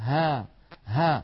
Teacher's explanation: الهاء يا إخوة حرف مهموس لأنه من حروف سكت فحسه شخص يعني يجري معه النفس كما ذكرنا. والهاء حرف قابل للمط والتطويل فهو حرف رخو. والهاء حرف مرقق فلا تفخم العرب الهاء أبدا.